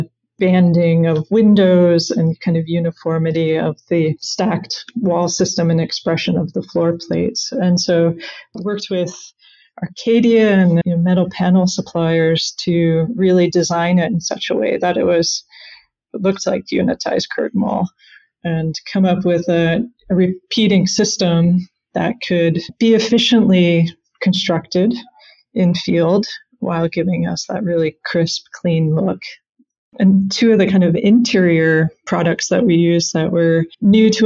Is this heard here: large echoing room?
no